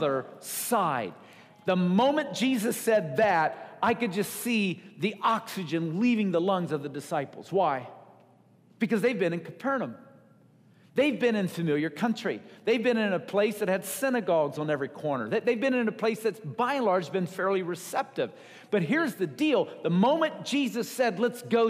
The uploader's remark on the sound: Recorded at Wellspring Church of the Nazarene, Evansville, IN.